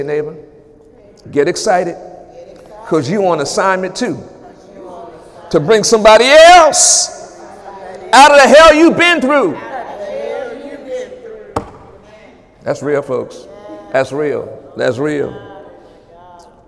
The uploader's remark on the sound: During Wednesday night service.